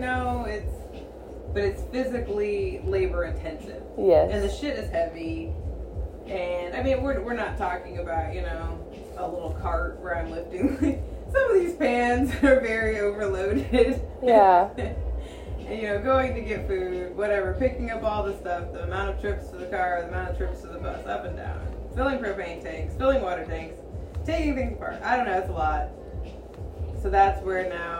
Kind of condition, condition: fault, poor microphone